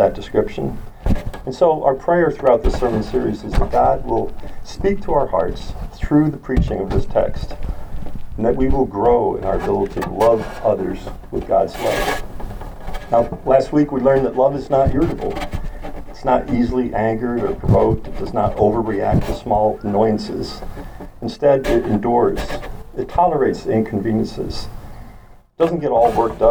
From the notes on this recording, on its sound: We apologize for the poor audio quality.